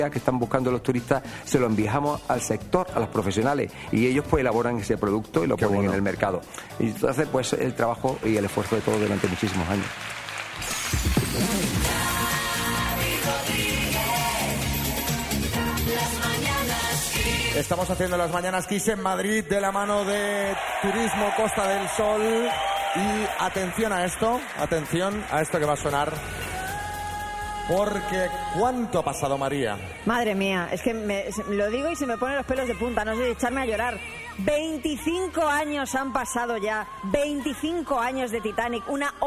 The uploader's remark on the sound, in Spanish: Las Mañanas KISS en directo desde MADRID. Nos hemos ido hasta el Espacio Maldonado de Madrid para disfrutar de un programón en directo.